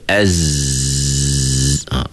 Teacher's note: Bila sebut Az, panjang aja suara kita boleh pergi kan? Dia tak tersekat pun suara kita. · Term: Rokhawah